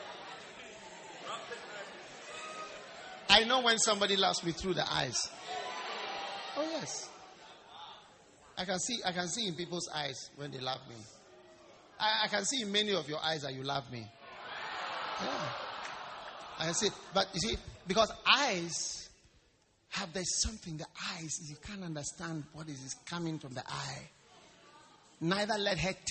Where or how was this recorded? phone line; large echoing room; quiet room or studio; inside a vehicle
large echoing room